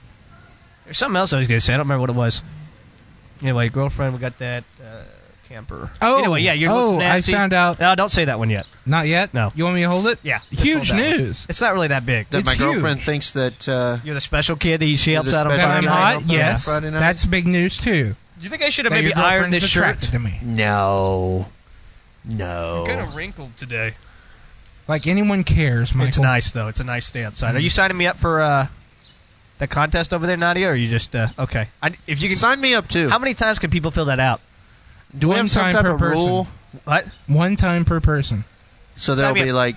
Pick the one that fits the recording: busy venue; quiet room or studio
busy venue